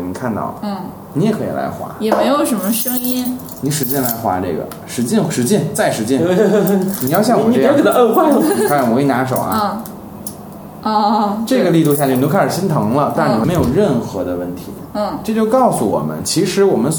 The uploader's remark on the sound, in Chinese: 本期节目为在张大妈办公区用录音笔录制，可能有街道上的杂音，请见谅。